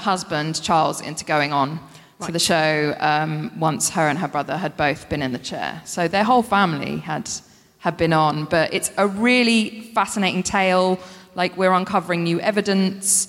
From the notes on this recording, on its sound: Recorded 20 January 2020 at The Neptune Theater in Seattle.